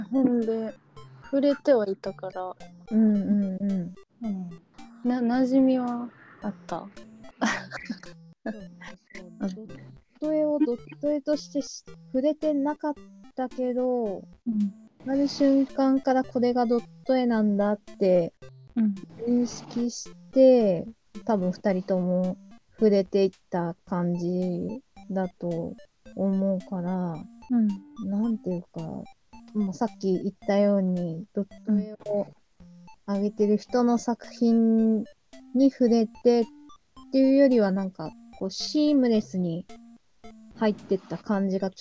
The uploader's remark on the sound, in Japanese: 音声が終始乱れております